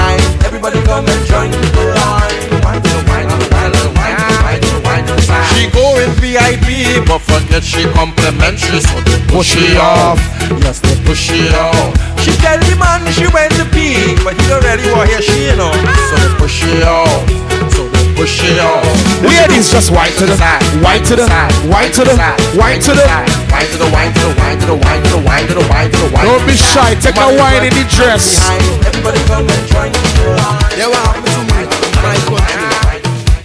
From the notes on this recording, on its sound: Live from Soca WKNDR 2023